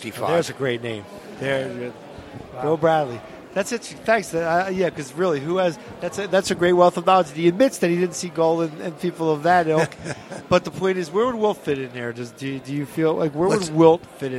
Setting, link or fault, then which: setting, busy venue